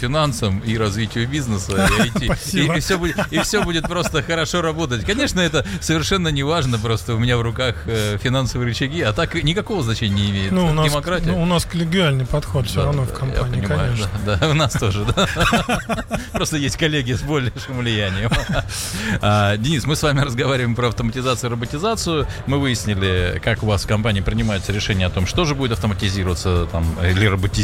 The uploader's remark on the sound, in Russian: Делимся свежими записями интервью с конференции TECH WEEK-2023!